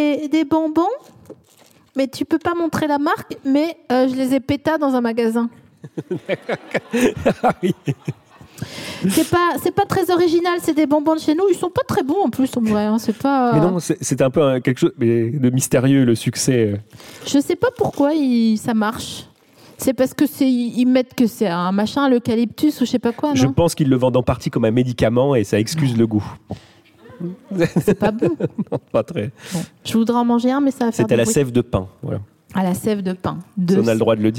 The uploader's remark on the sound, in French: Produit par Binge Audio, enregistré en mars 2022 à la Scala Paris.